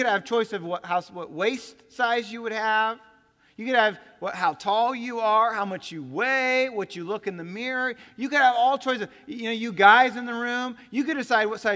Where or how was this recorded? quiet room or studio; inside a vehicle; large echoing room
large echoing room